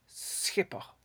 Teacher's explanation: To pronounce the Dutch, begin with an S and then do a velar fricative, or pretend you have a throat disease.